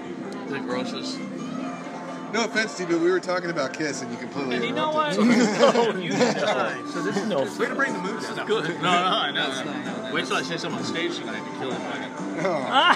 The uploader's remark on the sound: A podcast recorded before the … Show at The Canyon In Santa Clarita